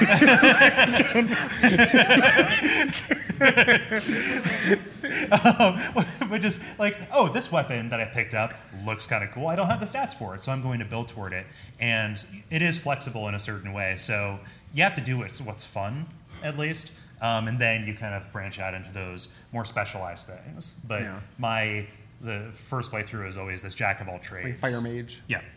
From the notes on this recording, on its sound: Live Show.